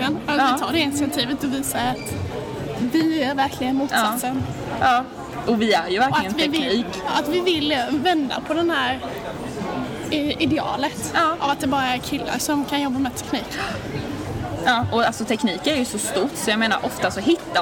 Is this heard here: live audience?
yes